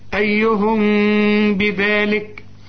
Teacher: الميم بعدها باء بيحصل إخفاء بغنة